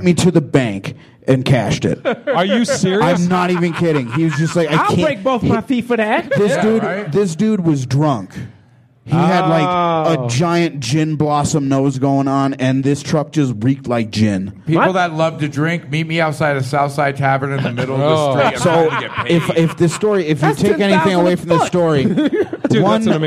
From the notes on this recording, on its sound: LIVE from Big Pine Comedy Fest 2018. Recorded at The Southside Tavern in beautiful historic Flagstaff, AZ on Opening Night of Big Pine 2018 !